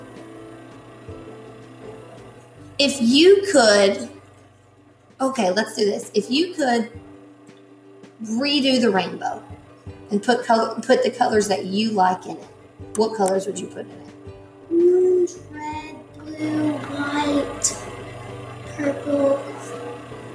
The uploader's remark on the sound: I apologize for the loud noise in the background. I think we have it figured out, so it will hopefully be fixed tomorrow.